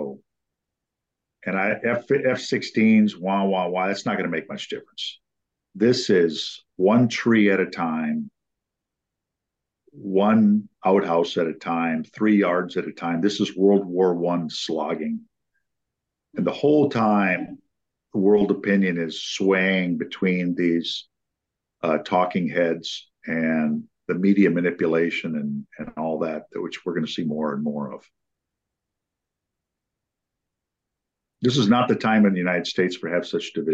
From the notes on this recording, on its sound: The audio is recorded on my iMac from the Zoom call, then uploaded here in Substack.